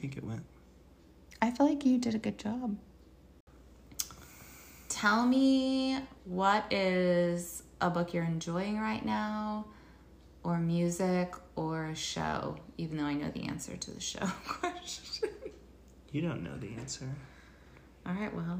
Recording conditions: sounds in the background